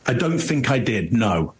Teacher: So he seems stressed and his voice seems devoiced and weak.